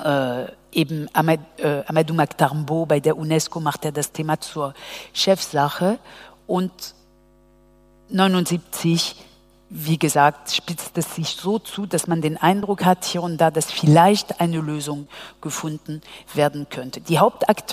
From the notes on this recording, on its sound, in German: KontaktAufnahme 67 - der Podcast des Bildungszentrums Nürnberg. Folge der KontaktAufnahme entstand im Rahmen einer BZ-Veranstaltung im Katharinensaal. Kurze, französischsprachige Sequenzen gegen Ende der Aufnahme werden vollständig übersetzt.